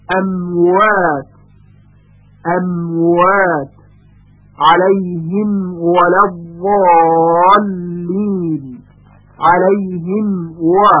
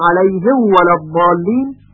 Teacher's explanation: میم و واو هر دو هم مخرج هستند، یعنی هر دوشون از بین لبها تلفظ می شوند · Shown in: first take · ممکن است به خاطر نزدیکی این دو حرف به هم دیگه میم در واو اشتباهاً ادغام بشه، مثلا اواتن یا علیه ولا الضالین، و یا اخفا بشه امواتن علیهم و، که اینها غلط های خیلی واضح هست. · Term: اشد اظهار